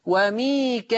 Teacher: فتصير مد متصل يشبع قولا واحدا. ما بعد ما الهمزة تيجي بعد الألف هيصير مد متصل، حرف المد والهمز في كلمة واحدة، وميكائيل.